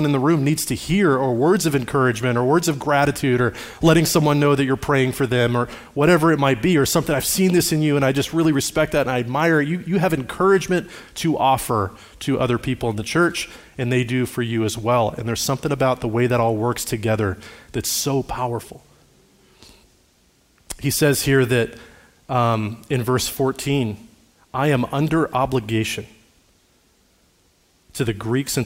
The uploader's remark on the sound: Recorded on Sunday, May 21, 2023, at Liferoads Church in Spokane, Washington.